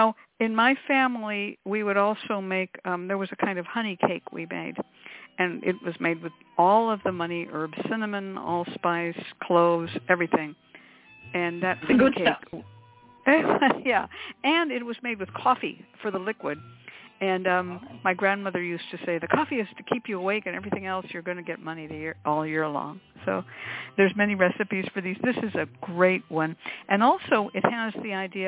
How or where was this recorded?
phone line